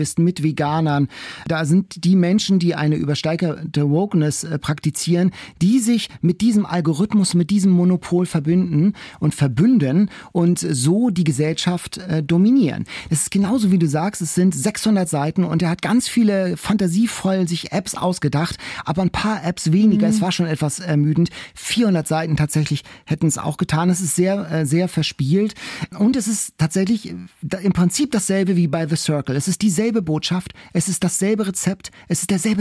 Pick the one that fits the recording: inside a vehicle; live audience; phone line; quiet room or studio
quiet room or studio